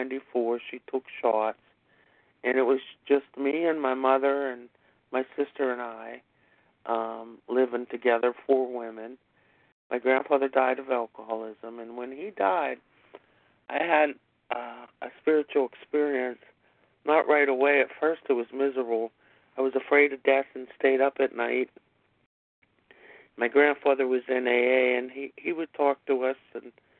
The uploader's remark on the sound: 100 Pounders Phone Meeting